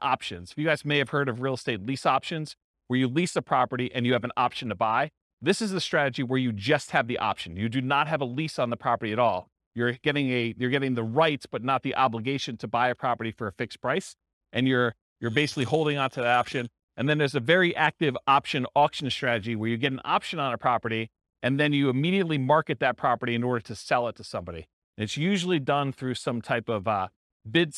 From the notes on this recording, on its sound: This was a live class recorded